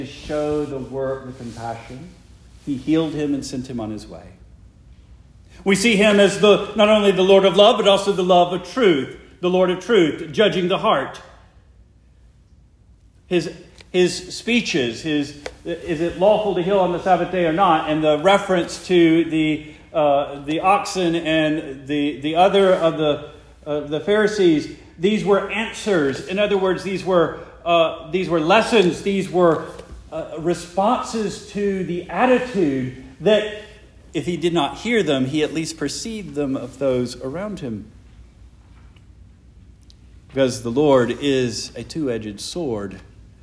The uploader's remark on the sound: Preached the morning of September 17, 2023, for the Heidelberg Presbyterian Church in Heidelberg, Mississippi.